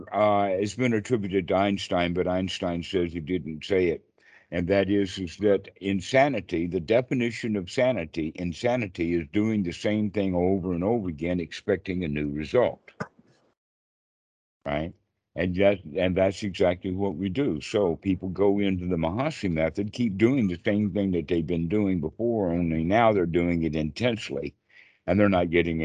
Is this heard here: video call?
yes